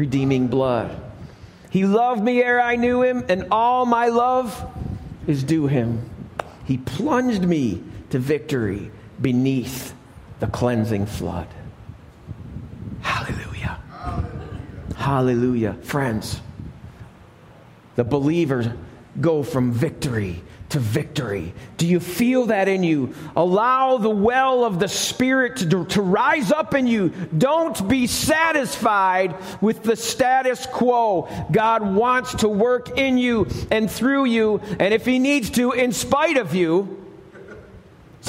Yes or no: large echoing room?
yes